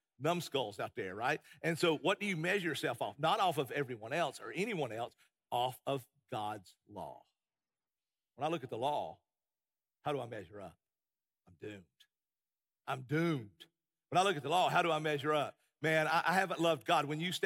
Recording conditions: large echoing room